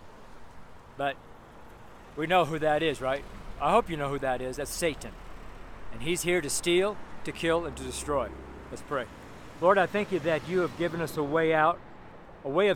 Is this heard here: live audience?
no